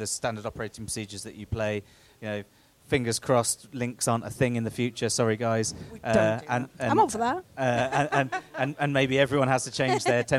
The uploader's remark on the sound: The Live Event in Brighton - The Tempest Inn